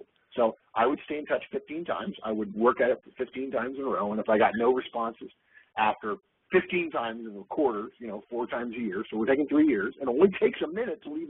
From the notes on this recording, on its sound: August 2011 Conference Call